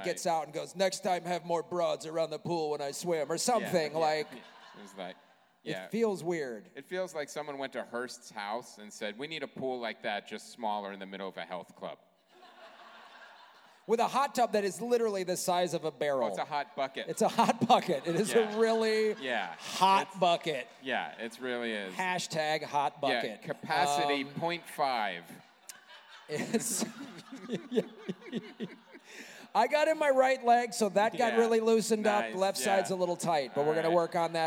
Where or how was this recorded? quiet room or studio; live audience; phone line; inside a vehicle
live audience